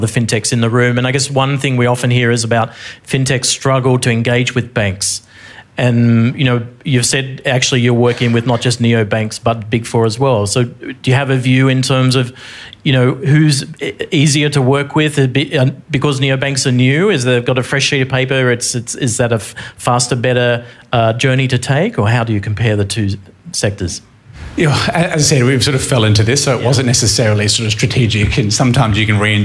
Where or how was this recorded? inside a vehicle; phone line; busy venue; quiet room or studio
busy venue